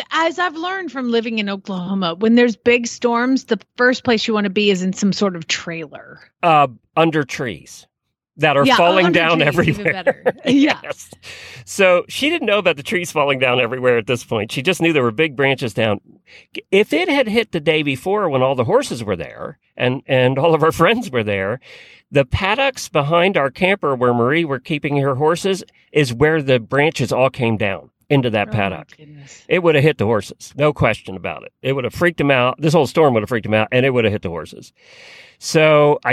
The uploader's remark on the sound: Road Show. Truck in a parking lot in Norwalk, OH.